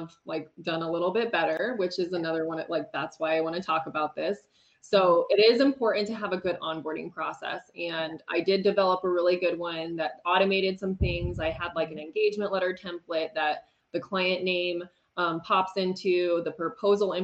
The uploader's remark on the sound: This was an interview she and I did on Facebook Live